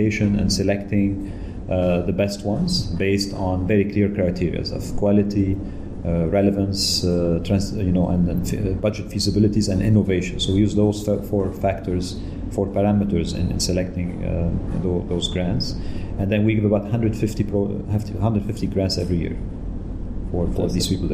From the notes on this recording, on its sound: This interview was recorded at the World Summit on Arts & Culture in Malta organised by IFACCA and Arts Council Malta.